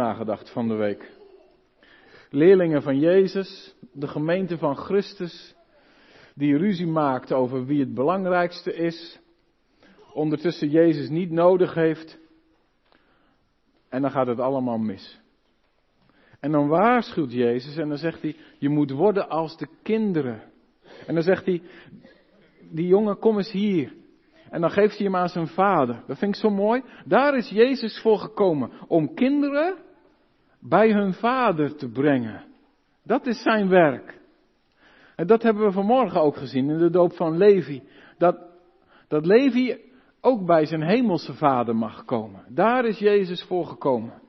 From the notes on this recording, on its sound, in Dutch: De preek is op 12 februari 2023 opgenomen in de Maranathakerk te Groningen